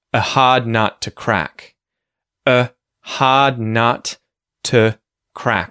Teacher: So, instead of saying a hard nut to crack, when we use connected speech, when we speak quickly, native speakers and advanced speakers of English alike will reduce those sort of unimportant words like a and to and give them a schwa sound in place of the vowel sound